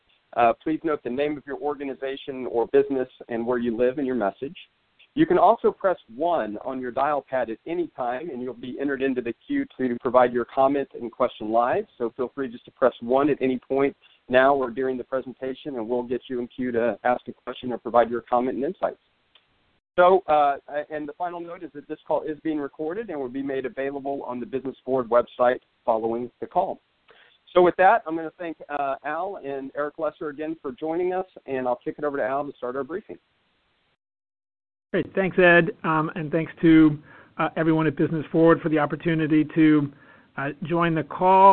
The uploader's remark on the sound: Conference Call